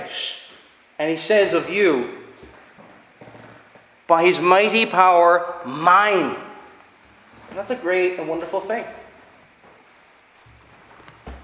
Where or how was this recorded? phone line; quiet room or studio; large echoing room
large echoing room